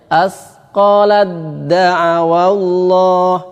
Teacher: Diidghamkan secara sempurna sehingga seakan-akan taknya tidak ada sama sekali. · Term: idgham kamil